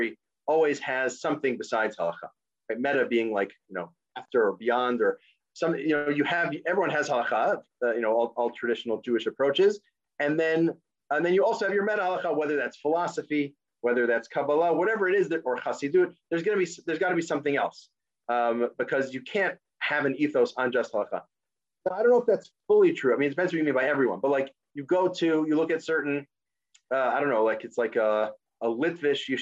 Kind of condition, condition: link, video call